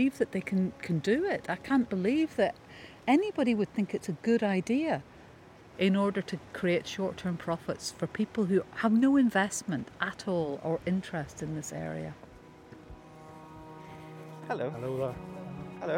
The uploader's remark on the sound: I visit an old burial ground at Aughadown, by the Ilen river outside Skibbereen in West Cork